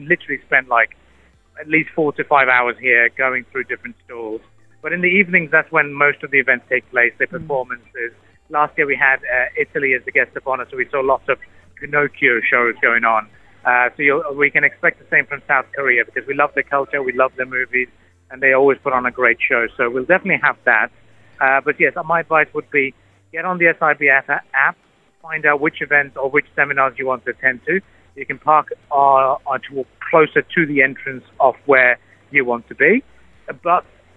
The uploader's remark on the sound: live from the opening day of the Sharjah International Book Fair (SIBF), calls back into the studio